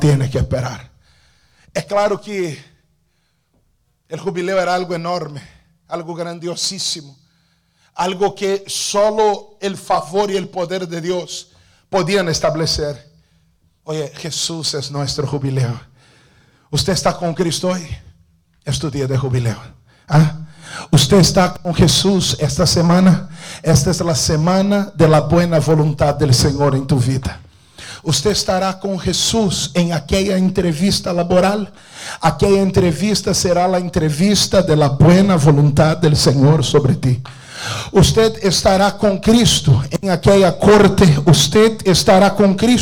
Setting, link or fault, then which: setting, large echoing room